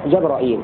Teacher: جبرائيل بفتح الجيم والراء وهمزة وبعدها ياء